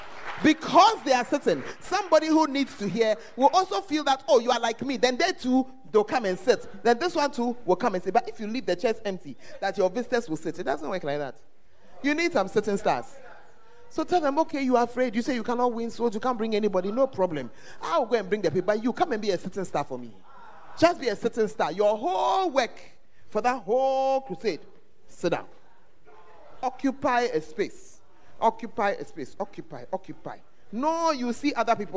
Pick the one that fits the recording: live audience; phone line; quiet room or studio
live audience